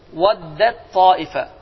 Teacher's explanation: bu zaman birinci hərif oxunmur, yəni tə oxunmur, ta isə iki dəfə deyilir